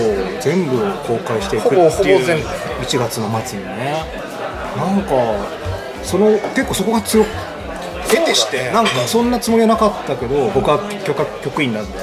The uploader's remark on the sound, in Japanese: 今回は年末の喧騒を中継できたら(ウソ)とサイゼリヤさんでの録音になってます！